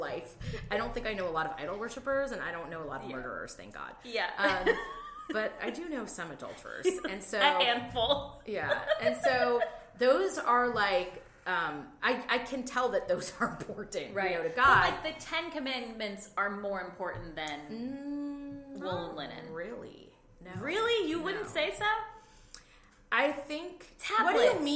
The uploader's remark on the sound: We were sitting in the same room, of a Yeti, on a conference room table.